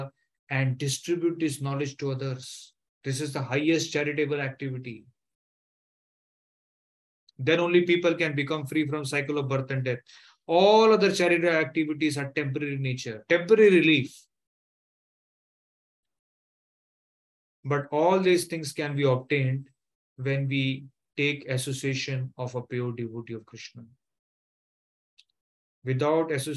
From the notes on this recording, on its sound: Online Zoom Class.